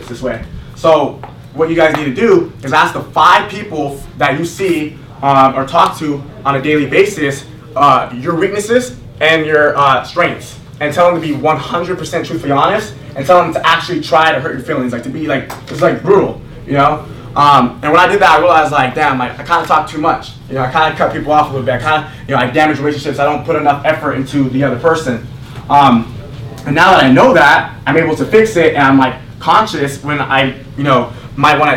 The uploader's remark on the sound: Las Vegas In Person MARKETING Event. This is a recap of what went down in November at the Las Vegas event. The audio you are hearing is RAW so it may not sound perfect.